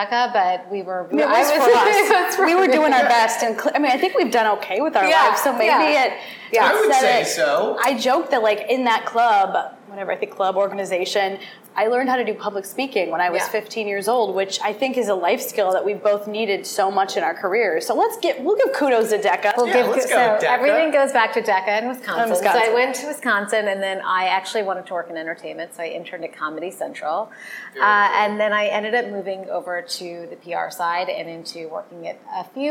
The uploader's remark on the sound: recorded on site at the 2023 ANA Brand Masters Conference in Bonita Springs, Florida